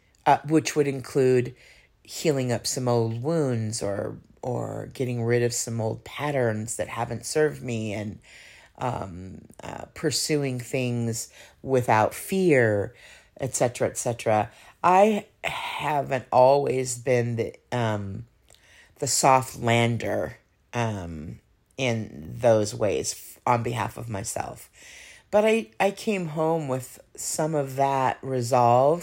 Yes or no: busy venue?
no